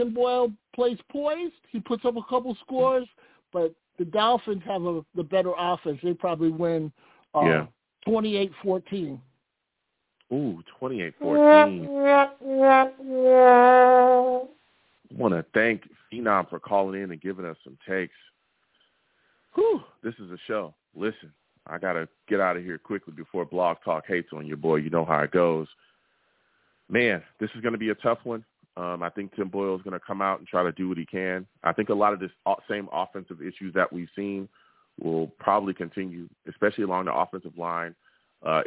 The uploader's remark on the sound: I take live callers!